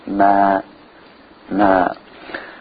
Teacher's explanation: The letter meem is pronounced from the outer part of the lips, or the dry part of the lips. The meem is a thin letter, meaning that when we pronounce it, we don't fill the mouth with sound, ma, but we make it thin and small, ma, ma.